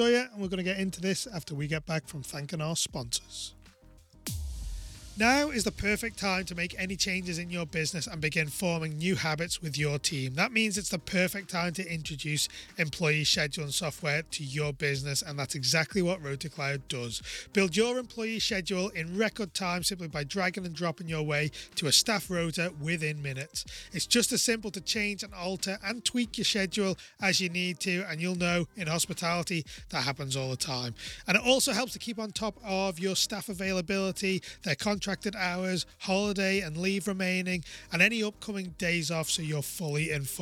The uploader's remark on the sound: Which took place back in September, live at Lunch!